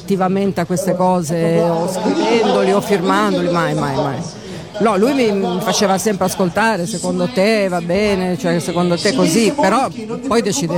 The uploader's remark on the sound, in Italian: Da San Marino Comics 2020 la nostra intervista